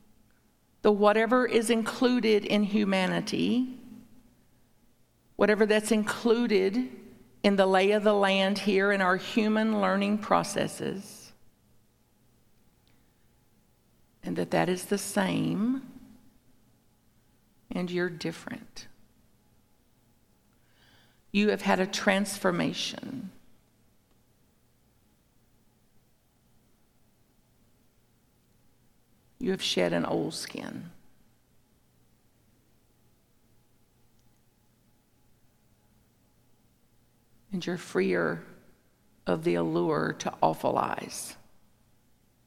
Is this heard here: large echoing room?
yes